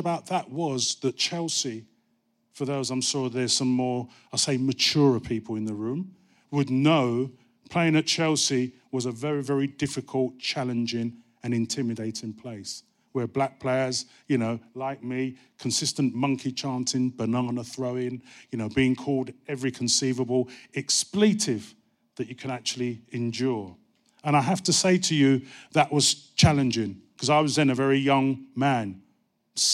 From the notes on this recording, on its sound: Highlights from our Kick It Out Live event